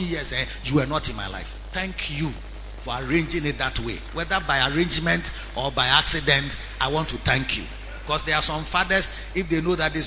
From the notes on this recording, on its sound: Preached at the Lighthouse Chapel Int.